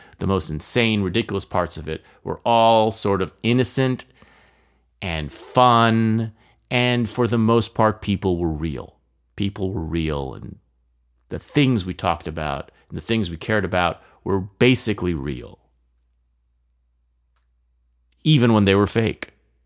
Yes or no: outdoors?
no